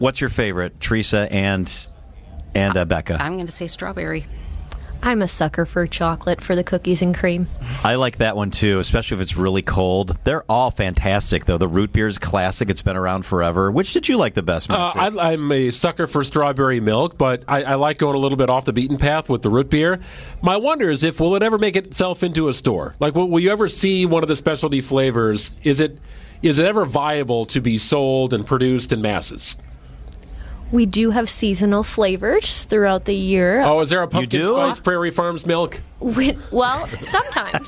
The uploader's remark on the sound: live from the Wisconsin State Fair